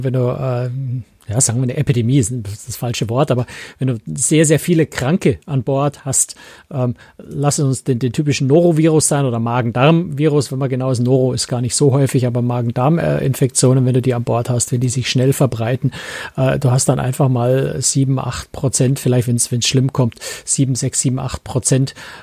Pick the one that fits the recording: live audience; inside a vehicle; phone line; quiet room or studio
quiet room or studio